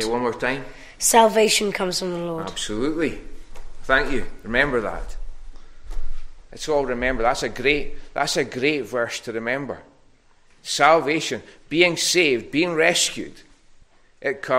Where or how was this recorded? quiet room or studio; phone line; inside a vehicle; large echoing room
large echoing room